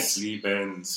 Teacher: So that the schwa in German ends up being more along the lines of the open e.